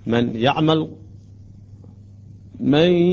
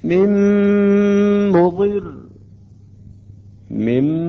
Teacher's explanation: تبقى قليلا من صفة النون وهي الغنة. الآن أقرأ مثل مع الياء، من يعمل، من لاحظوا الصوت ينقطع قليلا، من يعمل هذا صوت الغنة. · Term: الادغام بغنة